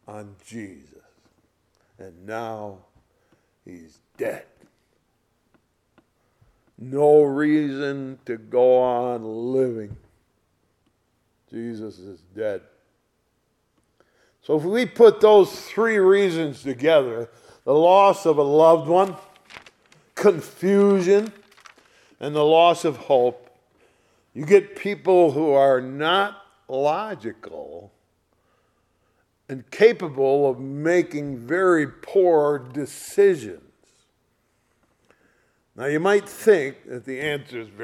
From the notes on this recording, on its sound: Sunday Morning Service recorded on 04/16/2023